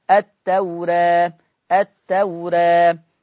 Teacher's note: التوراة الألف مقللة قولا واحدا